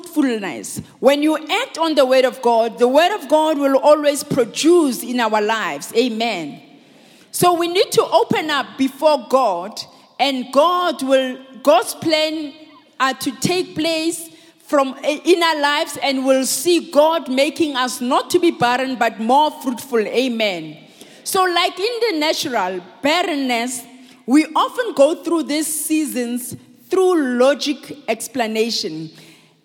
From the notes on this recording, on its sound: preached at Grace Bible Church Pimville on the 08th of March 2020